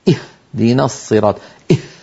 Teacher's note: فعلينا أن ننتبه إلى ذلك، كأن يقول الواحد اهدنا الصراط اه، فيكون قد باعد بين الوترين الصوتيين جدا، مما أدى إلى تدفق زائد عن الحد المطلوب في الهاء